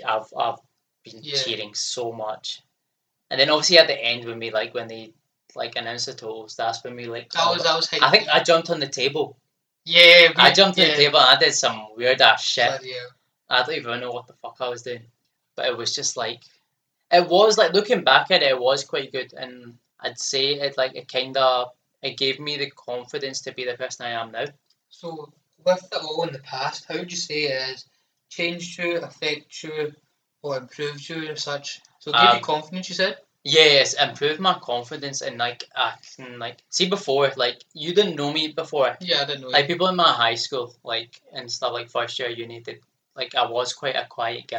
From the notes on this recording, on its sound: Sorry for the audio quality of this episode.